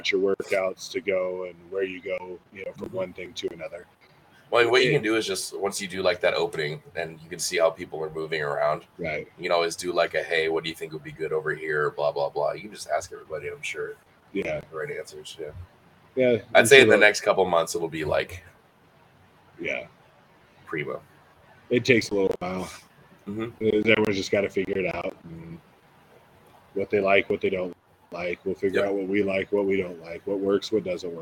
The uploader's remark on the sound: Live from the new Industry Strength